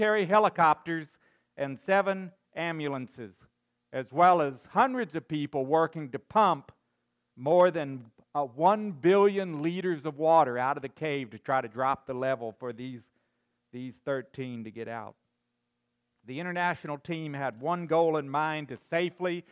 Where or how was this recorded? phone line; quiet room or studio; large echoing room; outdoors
large echoing room